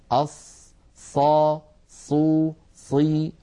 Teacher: فالصاد لا، لا عمل للشفتين فيها لا من حيث المخرج ولا من حيث الصفات